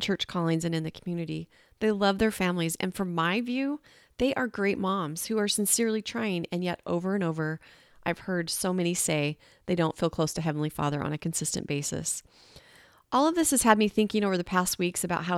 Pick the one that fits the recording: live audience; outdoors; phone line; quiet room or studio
quiet room or studio